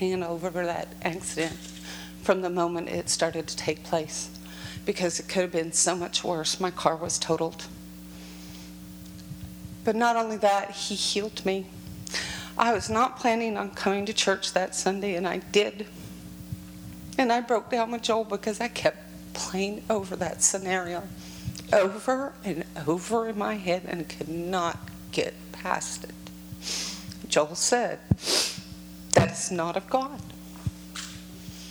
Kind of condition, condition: setting, large echoing room